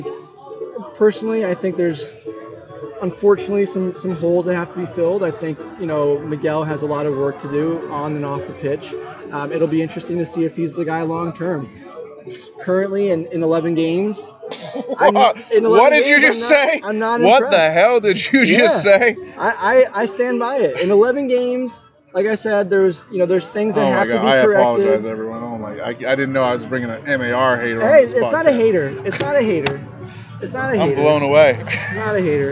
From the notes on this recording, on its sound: first time at Birdsong Tap House in NoDa